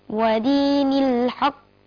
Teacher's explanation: القاف هنا ما هقف عليها هتسكن وهي من حروف القلقالة